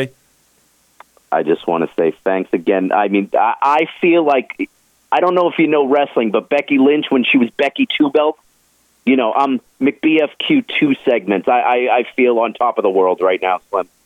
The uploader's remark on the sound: Both take to the phone lines today to share their thoughts on what's happening in the world of sports.